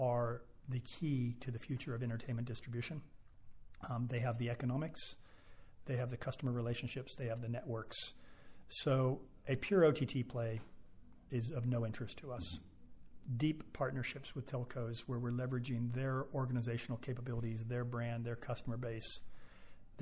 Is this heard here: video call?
no